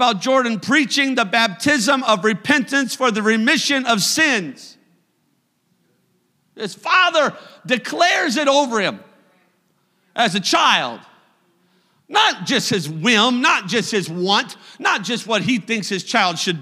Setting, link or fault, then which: setting, large echoing room